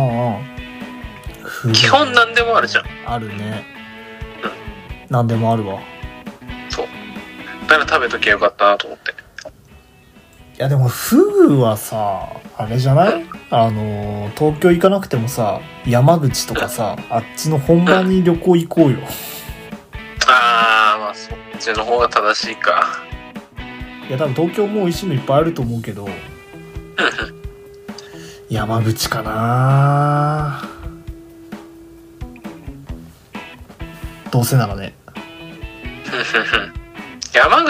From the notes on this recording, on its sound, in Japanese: 予定が合わず出張先のホテルで収録した。録音機材：iPhone7。